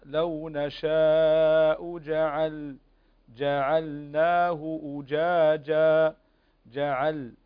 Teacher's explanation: طيب لو نشاء جعلنا هنا اللام مظهرة، واحرص على السكون في جعلنا، هنا اللام مظهرة، فتظهر النون هنا تظهر اللام ولا تخفيها عند النون